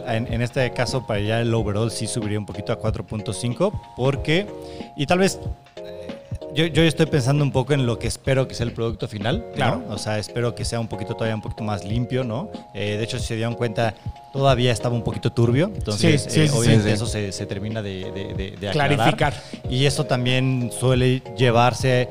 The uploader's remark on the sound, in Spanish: grabado fuera del estudio de DDLB; una vez más en el bar de nuestros buenos amigos